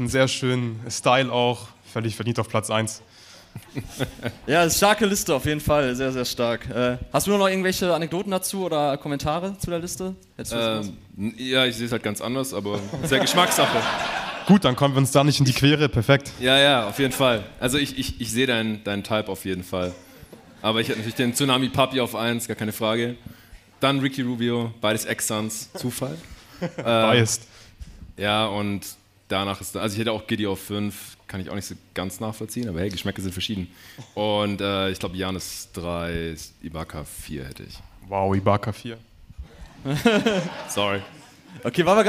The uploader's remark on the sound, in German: Live-Podcast-Show. Gab es zum ersten Mal JTNBA live auf der Bühne, jetzt bekommt ihr den Mitschnitt der zweiten Halbzeit in euren Podcast-Feed! Teil des Live-Mitschnitts.